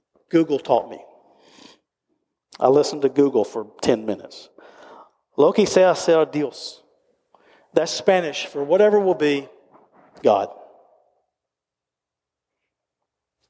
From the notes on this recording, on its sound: recorded live at Covenant